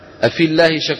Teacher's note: أيضا الياء في كلمة في سقطت لفظا